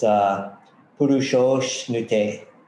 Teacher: purushaha becomes purusho because it's followed by a vowel · Term: sandhi